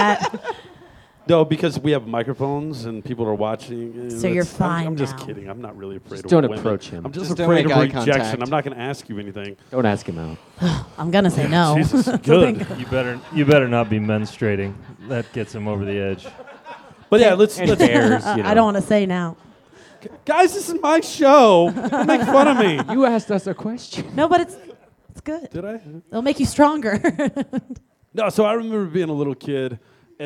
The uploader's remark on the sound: Recorded October 8th, 2015 at Mutiny Information Cafe!